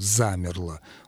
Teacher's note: Ударение падает на первый слог, и там прекрасно слышится «а».